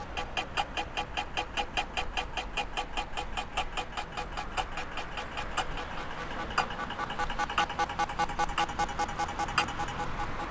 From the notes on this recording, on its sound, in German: Die aufnahmen zur Sendung entstanden an der slowenischen Küste, in Südkärnten, den albanischen Alpen, Wien Favoriten, Döbling und Josefstadt.